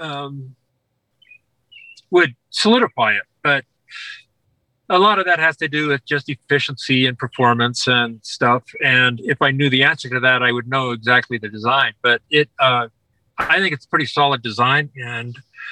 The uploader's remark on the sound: Our committed guest was recording from his vehicle in a rural Colorado campground hence the poor-ish audio